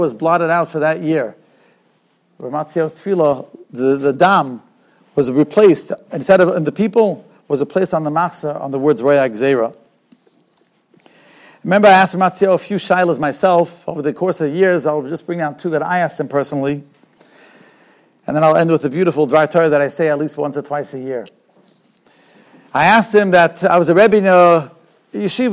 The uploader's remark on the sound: Shiur recorded in Yeshivas Ohr Reuven, Monsey, NY.